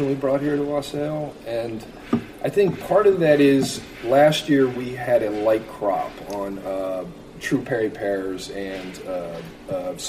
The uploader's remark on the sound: on location at the Lower East Side’s Wassail for a special Cider Week edition of Beer Sessions Radio.